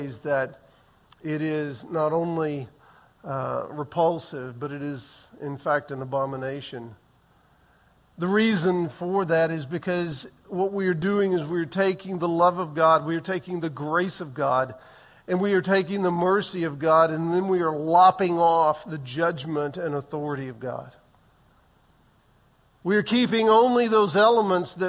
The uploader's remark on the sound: Recorded on June 11, 2023 in the 8:15 am Worship Service.